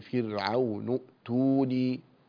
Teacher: ضم التاء ومدها يعني بعدها واو مدا طبيعيا